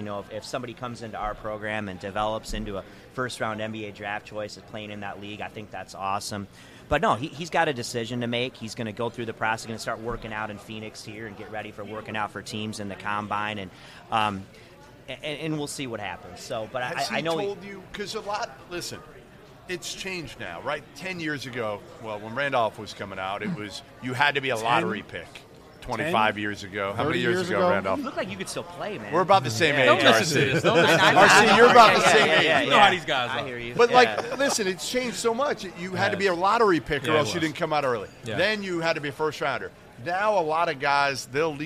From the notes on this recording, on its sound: FIELD OF 68 LIVE! From Gordon Biersch!